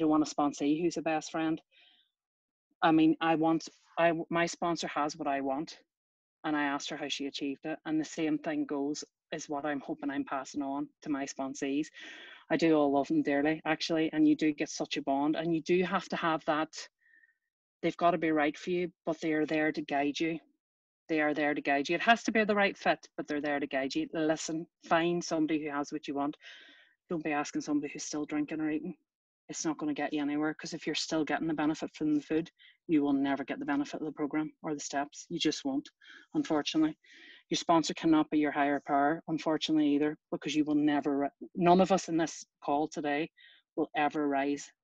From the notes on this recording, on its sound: Recorded at the 9 Tools of OA Meeting